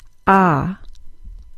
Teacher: The short O is pronounced ah. It's a low back vowel. This means that the back of the tongue is kept low. You'll feel your bottom back teeth along the sides of your tongue. · IPA: [ɑn]